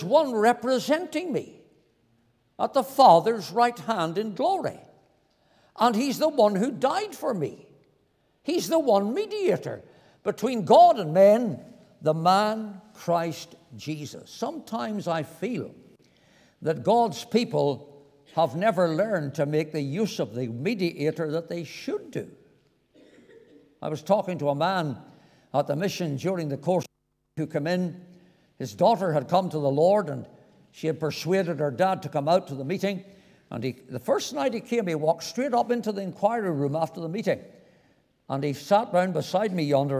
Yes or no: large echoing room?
yes